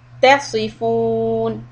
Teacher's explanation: We just need to elevate the back of the tongue to get the sound of the صاد.